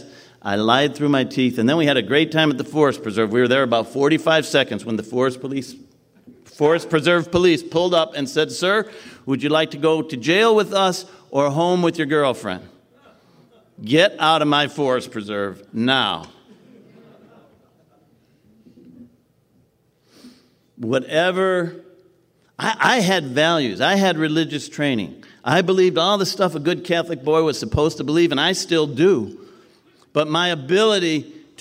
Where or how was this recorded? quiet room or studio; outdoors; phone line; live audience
live audience